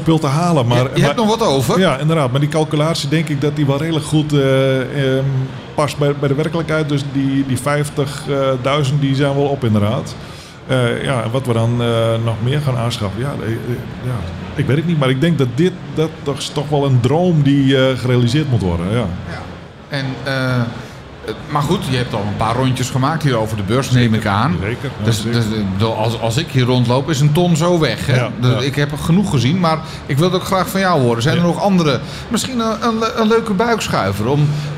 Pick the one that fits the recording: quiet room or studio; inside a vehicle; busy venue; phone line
busy venue